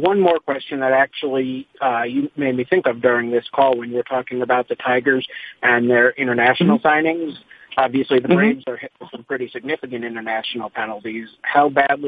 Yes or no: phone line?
yes